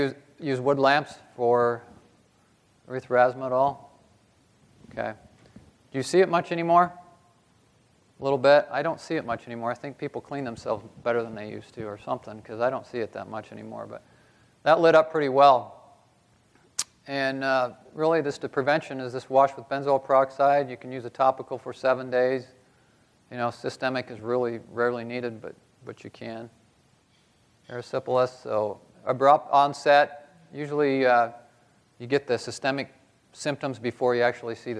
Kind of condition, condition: setting, live audience